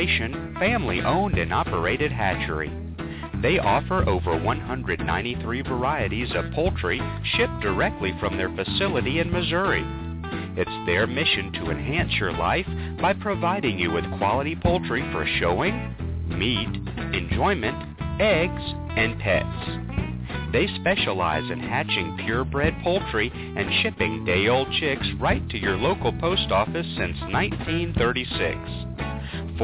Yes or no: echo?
no